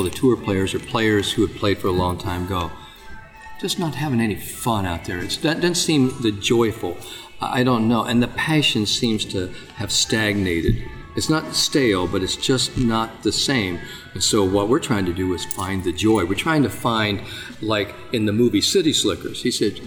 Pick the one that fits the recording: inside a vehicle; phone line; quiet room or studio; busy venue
busy venue